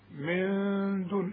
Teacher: فيبقى النون دي حخفيها وحغنها بمقدار حركتين